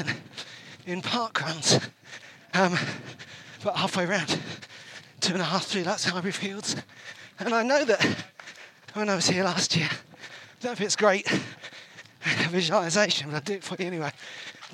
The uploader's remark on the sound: live and direct from the 2023 Brighton Marathon